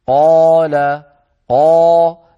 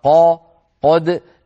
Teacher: إن كان الحرف مفتوحا وبعده ألف هو يكون أفخم بقليل من المفتوح الذي ليس بعده ألف · Term: التفخيم